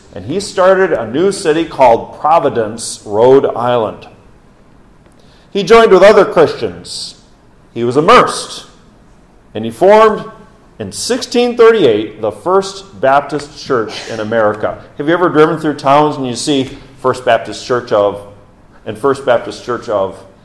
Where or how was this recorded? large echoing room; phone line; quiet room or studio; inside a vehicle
large echoing room